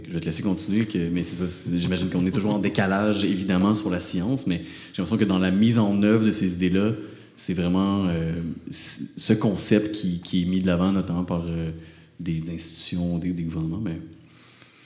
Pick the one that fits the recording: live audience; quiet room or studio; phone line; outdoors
live audience